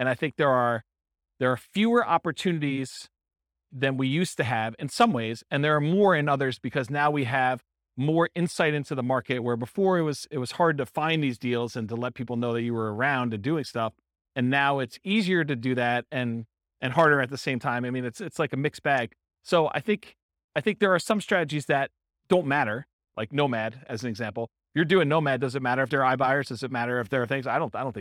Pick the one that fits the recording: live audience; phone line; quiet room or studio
live audience